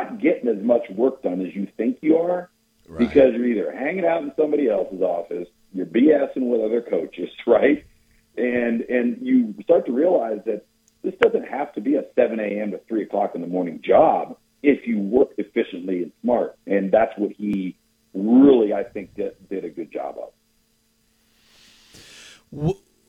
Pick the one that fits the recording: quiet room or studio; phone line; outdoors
phone line